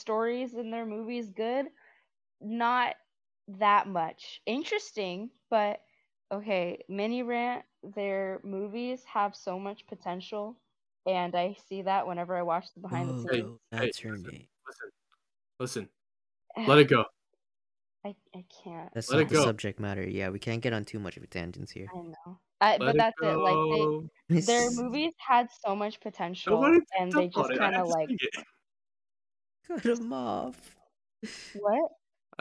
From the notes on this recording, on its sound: We're just two homies with bad equipment, so what did we do? We put socks on our mics.